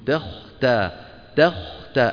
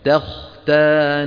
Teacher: التاء مرققة، الخاء مفخمة